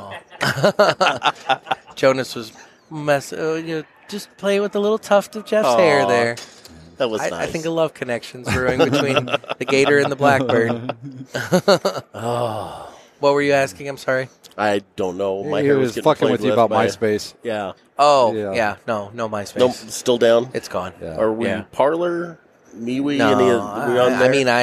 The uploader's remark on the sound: Coming to you from the show floor of TPE 2021.